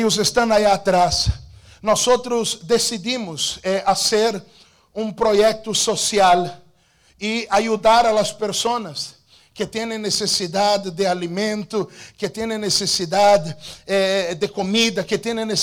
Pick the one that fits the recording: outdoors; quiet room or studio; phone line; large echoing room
large echoing room